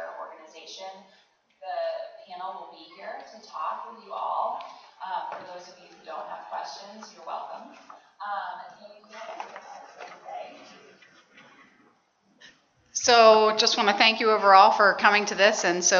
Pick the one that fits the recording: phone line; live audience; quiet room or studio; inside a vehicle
live audience